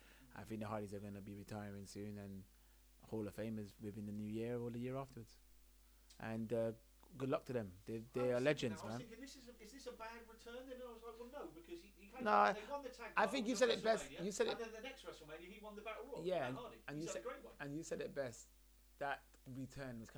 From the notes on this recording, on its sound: Apologies for the poor sound